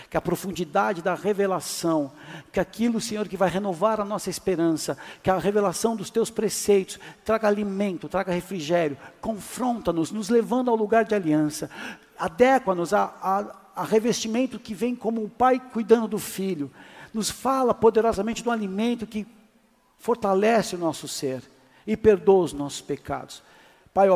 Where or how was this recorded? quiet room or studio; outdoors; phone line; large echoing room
large echoing room